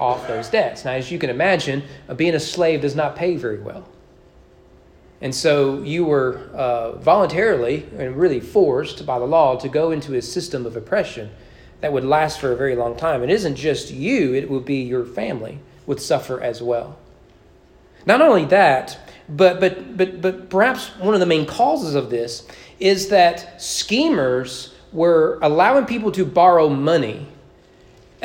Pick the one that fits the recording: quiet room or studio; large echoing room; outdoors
large echoing room